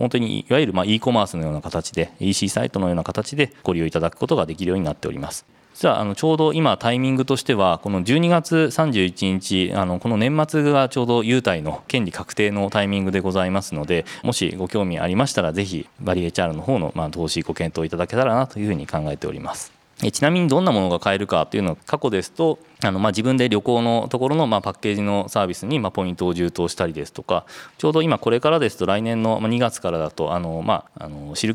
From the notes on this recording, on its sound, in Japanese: 2022年11月23日、東京・田町で行われた「ラジオNIKKEI 相場の福の神 注目企業ＩＲセミナー」から